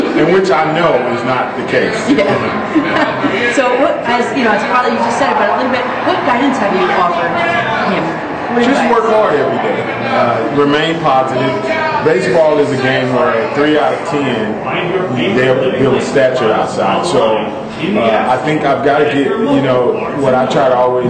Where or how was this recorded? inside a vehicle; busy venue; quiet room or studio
busy venue